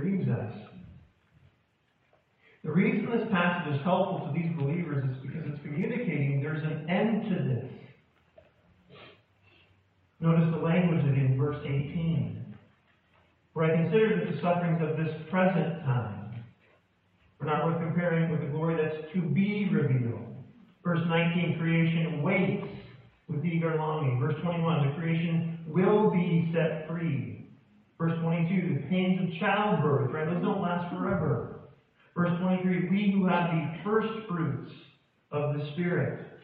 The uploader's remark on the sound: poor audio